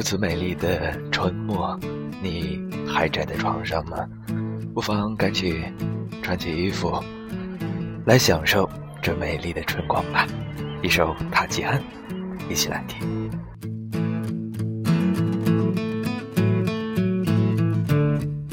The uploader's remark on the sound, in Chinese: 边走边录